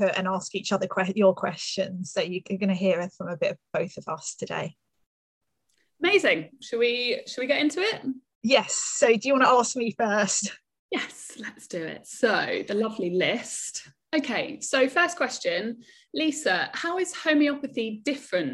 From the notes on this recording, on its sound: Live by Zoom